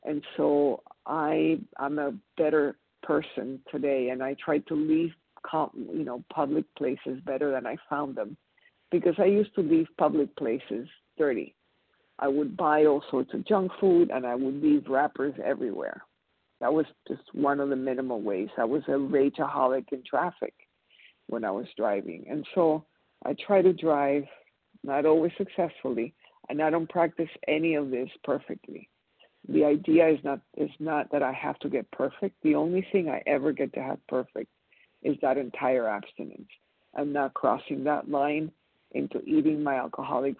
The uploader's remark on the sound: 100 Pounders Phone Meeting